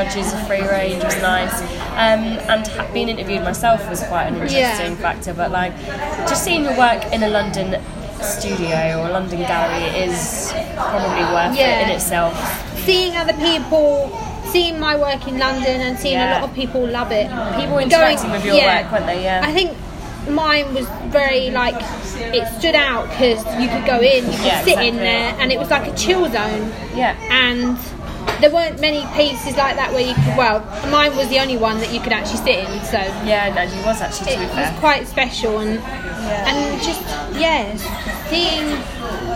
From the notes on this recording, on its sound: This podcast was originally recorded on the 6.12.18 last year in December in a Costa Coffee Shop locally to me so its not completely quiet we have noise in the background but hope you guys can still hear this podcast ok!